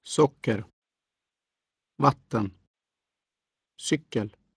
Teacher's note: learn to pronounce the words for sugar, water, and bicycle with accent one, a single rise.